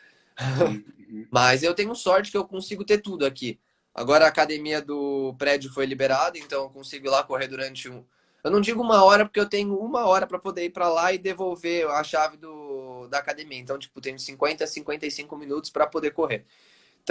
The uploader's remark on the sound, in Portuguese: durante uma live em nosso Instagram